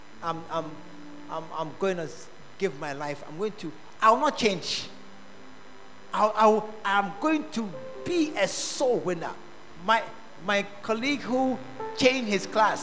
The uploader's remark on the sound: Preached At The Art Of Evangelism Conference